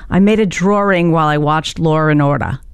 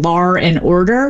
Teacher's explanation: The linking R, which is an extra R we find in dialects that typically drop the R